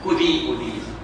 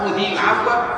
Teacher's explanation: تسقط الياء وتسقط الالف · Shown in: second take